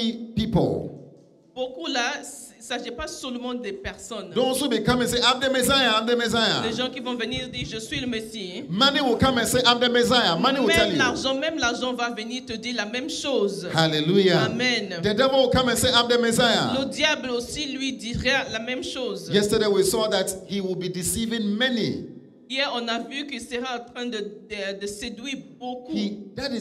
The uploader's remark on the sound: Preached during Joyful Hour Sunday Service